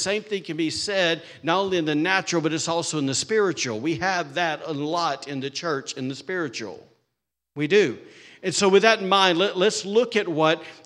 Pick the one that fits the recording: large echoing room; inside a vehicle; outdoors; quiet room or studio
large echoing room